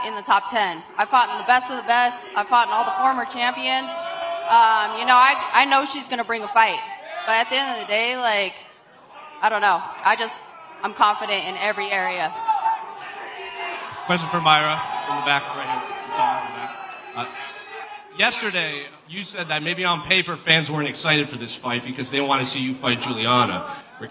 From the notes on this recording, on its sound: Pre-Fight Press Conference (AMP'd).